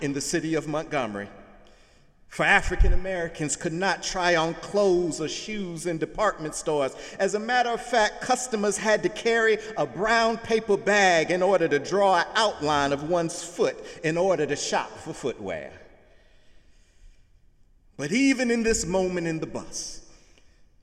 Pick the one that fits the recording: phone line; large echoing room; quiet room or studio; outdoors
large echoing room